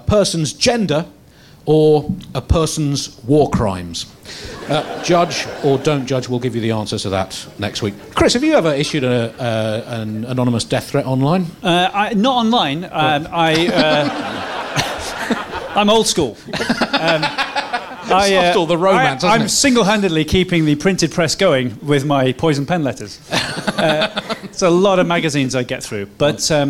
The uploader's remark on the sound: at the London Wonderground festival